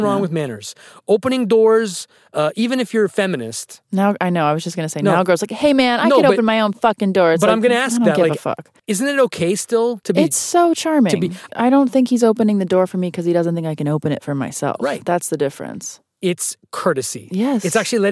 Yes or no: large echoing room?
no